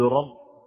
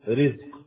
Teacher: التفخيم والترقيق مثل الراء مثلا، الراء تارة يفخم مثل رب، وتارة يرقق مثل رزق